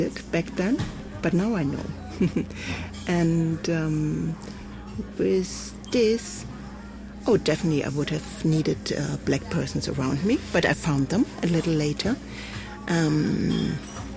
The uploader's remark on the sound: Recorded at Spielart Festival, 2019, Munich (DE)